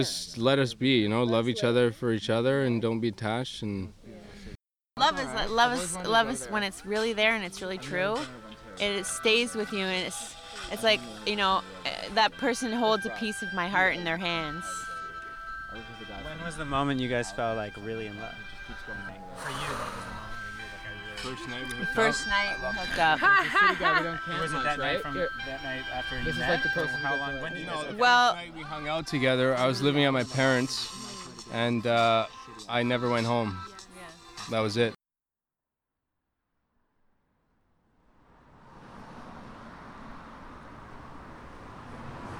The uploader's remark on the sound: Queen street between like 1 and 6 am. Went to Trinity Bellwoods Park in Toronto at about 1 am and started walking west. Somehow we ended back at the park at like 6.